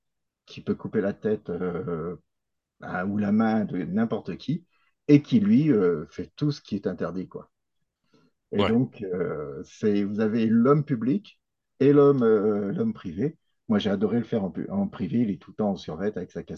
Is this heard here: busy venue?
no